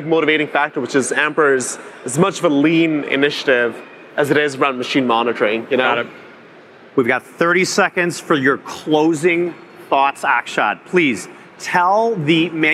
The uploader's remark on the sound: Joined us live at IMTS.